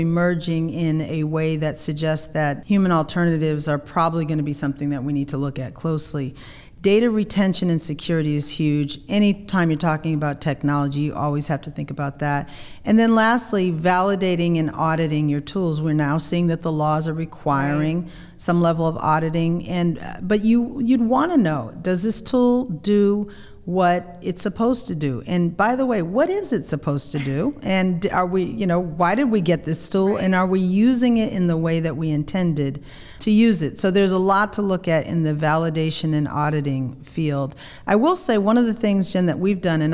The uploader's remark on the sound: In this podcast recorded at the firm’s national Workplace Strategies seminar.